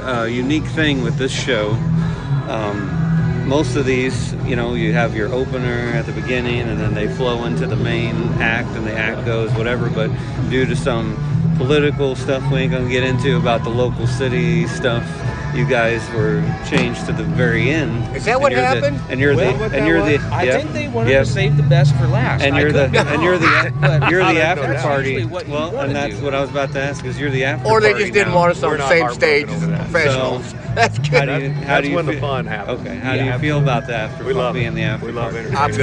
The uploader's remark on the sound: live at the Gem City Concert Series